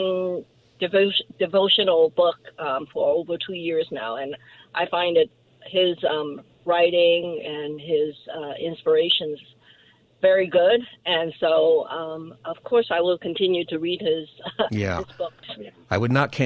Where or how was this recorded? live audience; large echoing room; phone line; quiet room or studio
phone line